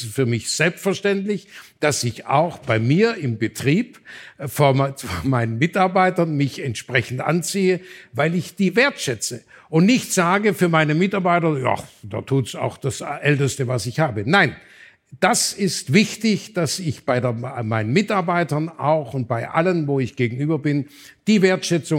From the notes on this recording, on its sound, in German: In Schwäbisch Hall getroffen, wo wir das Gespräch beim CEO-Abend des Gipfeltreffens der Weltmarktführer geführt und live mitgeschnitten haben.